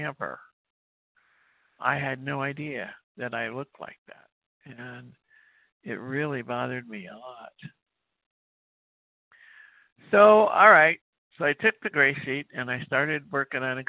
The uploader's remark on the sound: 100 Pounders Phone Meeting